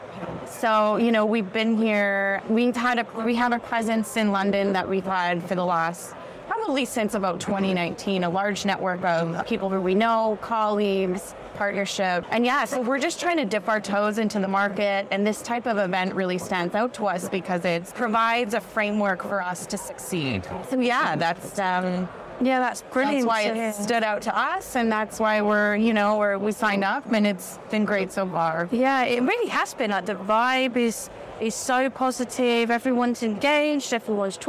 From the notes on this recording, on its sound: live from FinTech Connect